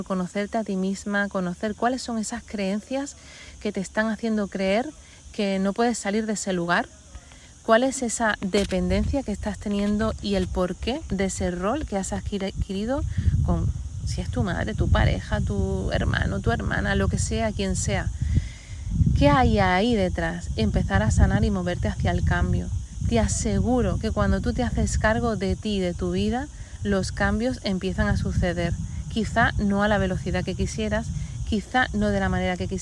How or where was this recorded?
outdoors